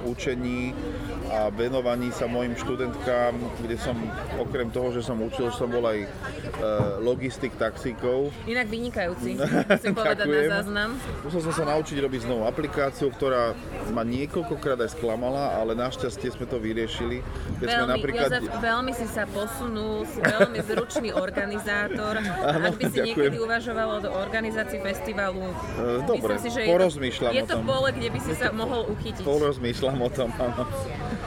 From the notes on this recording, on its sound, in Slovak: Cesta za Festivalom Concertando 2023 do Ríma – reportáž. Budete počuť aj autentické ukážky z koncertov. Podcast je v slovenčine a tiež v angličtine.